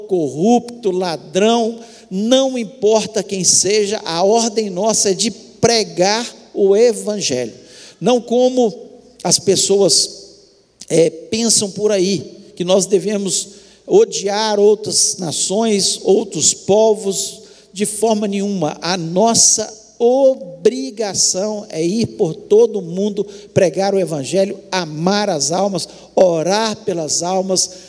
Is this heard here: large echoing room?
yes